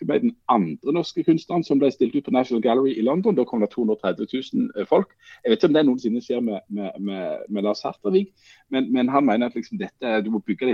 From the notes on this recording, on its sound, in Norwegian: Han rapporterer per telefon, delvis på spansk.